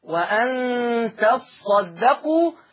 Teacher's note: فقد قرأ بتشديد الصاد وأن تصدقوا على أساس لمن يريد أن أصل الفعل تتصدقوا فأضغمت التاء الثانية في الصاد والإضغام يتولد عنه تشديد وأن تصدقوا.